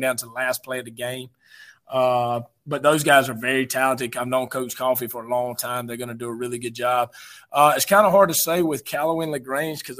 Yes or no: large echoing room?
no